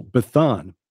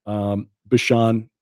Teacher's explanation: would substitute the sound, the TH sound for the SH sound